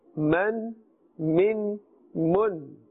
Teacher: And the meem is pronounced from the dry part of the lips.